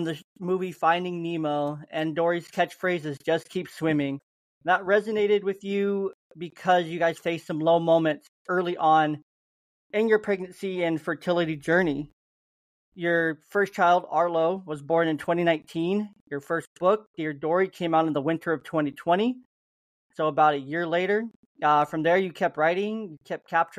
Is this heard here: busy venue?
no